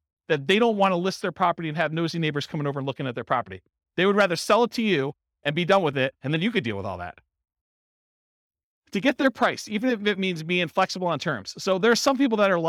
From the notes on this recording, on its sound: Real estate entrepreneurs in Brandon, Florida. This was a live class recorded. The live in-person version.